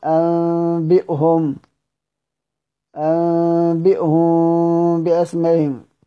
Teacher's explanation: ومثال الاتصال أنبئهم أنبئهم بأسمائهم، قلب اتنين في نفس الكلمة، قلب النون وإخفاء الميم في آخر اللفظ